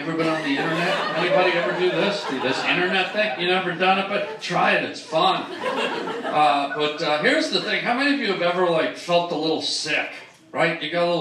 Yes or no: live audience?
yes